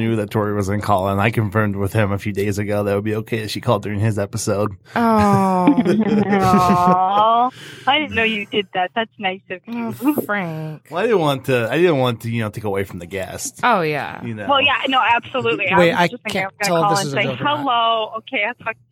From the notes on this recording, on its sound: A voice from the past calls